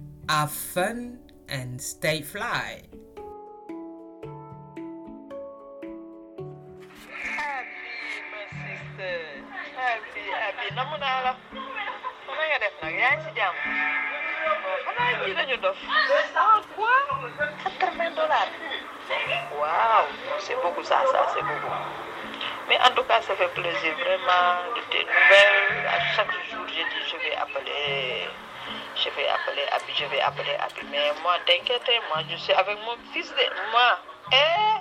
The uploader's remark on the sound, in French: Mini-Podcast voyageur en direct de New York - Jersey City